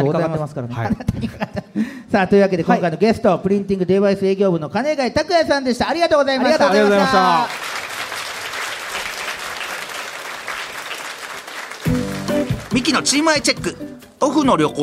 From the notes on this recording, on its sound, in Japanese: 京セラ本社に来ちゃいましたスペシャル』京セラで出張公開収録やりました！